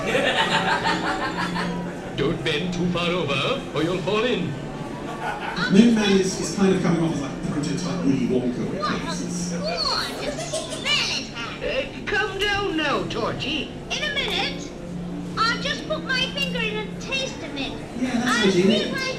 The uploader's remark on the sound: This episode was recorded in front of a live audience at the 2019 Fab Worlds of Anderson convention.